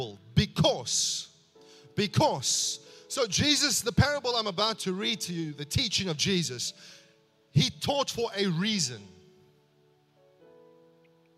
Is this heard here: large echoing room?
yes